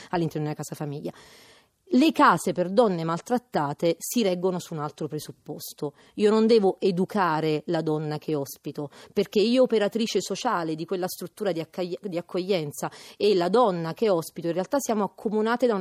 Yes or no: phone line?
no